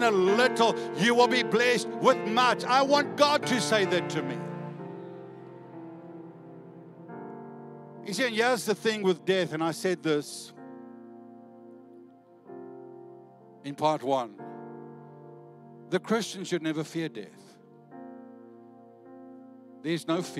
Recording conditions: large echoing room